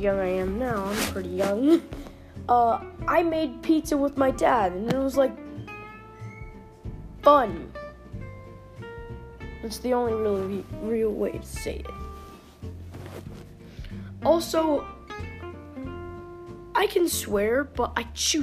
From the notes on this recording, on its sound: Sorry if my voice sounds funny I’m going to be getting a microphone soon!